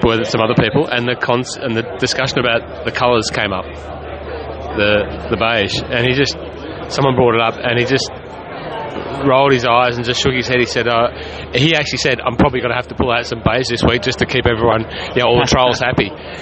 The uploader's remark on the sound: catch up live at the Aus Open from beside the 18th Green